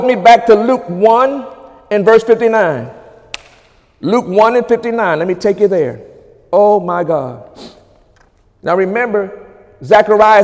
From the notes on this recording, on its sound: During Wednesday night service on February 21, 2018